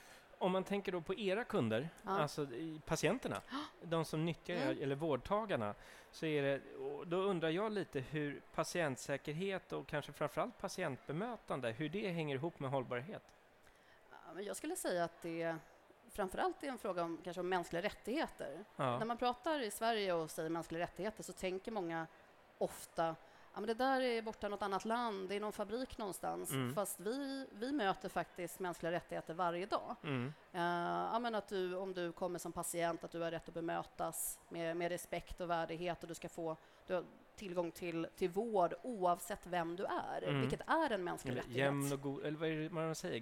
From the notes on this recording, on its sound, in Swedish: Live från tandläkarmässan. Live-podd från Swedish Dental Expo.